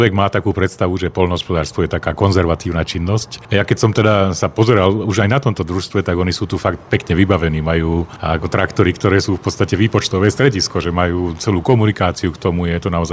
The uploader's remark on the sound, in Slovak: Podcast bol nahrávaný priamo vo vinohradoch počas zásahu dronov, ospravedlňte prosím miestami zníženú kvalitu zvukového záznamu.